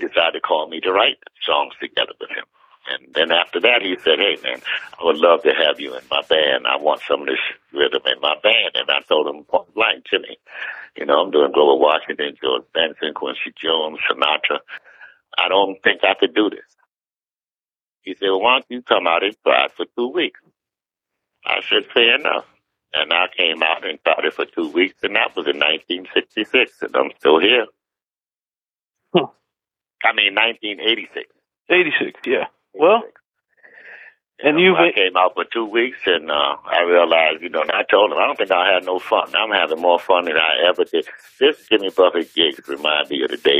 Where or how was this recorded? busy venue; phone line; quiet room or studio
phone line